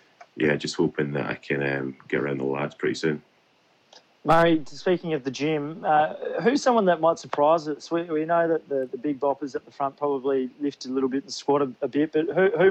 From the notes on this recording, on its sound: Everyone's bunkered down, but thanks to the internet, the podcast rolls on! Please excuse us for the Skype-like audio.